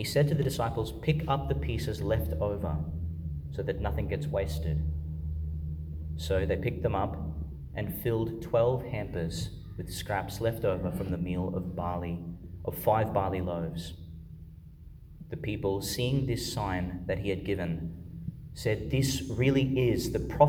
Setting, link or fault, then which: setting, large echoing room